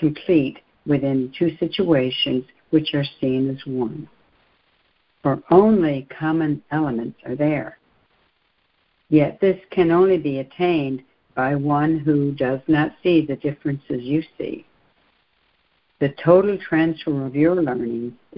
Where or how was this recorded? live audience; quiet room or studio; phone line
phone line